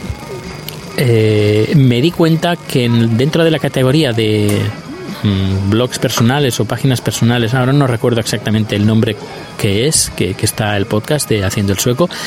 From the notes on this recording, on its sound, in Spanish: Desde el aeropuerto os hablo de las tarifas del transporte público en Estocolmo.